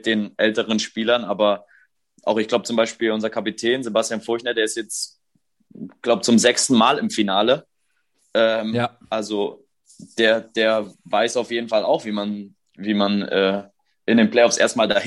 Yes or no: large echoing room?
no